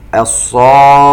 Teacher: مد لازم كلمي مثقل. نلاحظ أن حرف المد جاء بعده حرف مشدد في نفس الكلمة